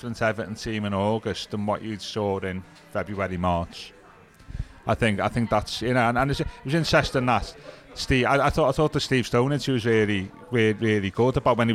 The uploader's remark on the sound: at Lovelock's Coffee Shop